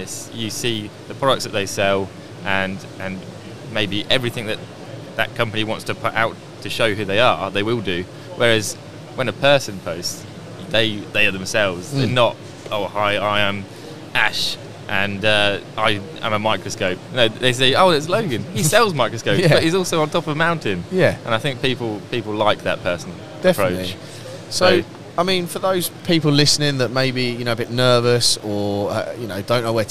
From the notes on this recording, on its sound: episode recorded on site at MACH 2022